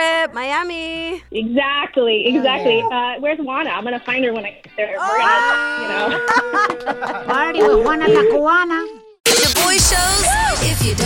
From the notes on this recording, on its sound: we opened up the phone lines